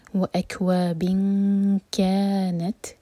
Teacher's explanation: دو seconds کا ٹائم دیں گے اور نون کے مخرج کو ٹچ نہیں کریں گے · Term: اخفاء